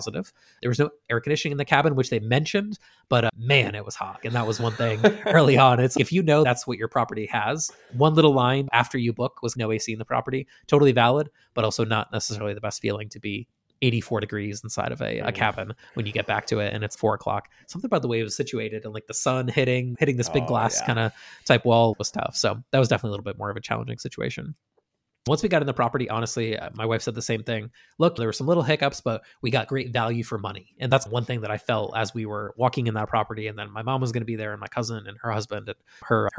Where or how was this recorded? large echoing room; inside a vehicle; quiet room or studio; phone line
quiet room or studio